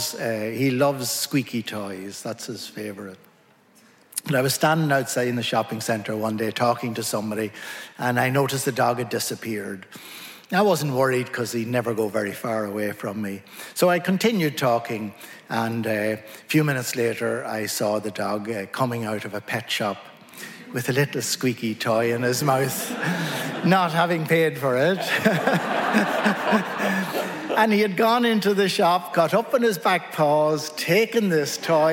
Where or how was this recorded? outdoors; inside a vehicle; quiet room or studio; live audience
live audience